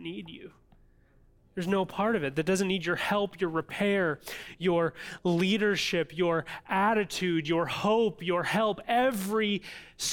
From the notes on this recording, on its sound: audio from New City Church in Champaign-Urbana, IL